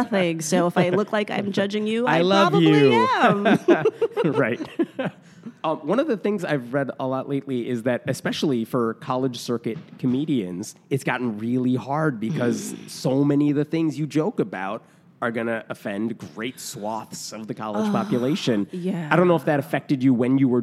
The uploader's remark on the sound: At the recent American Humanist Association conference in Chicago, I spoke with her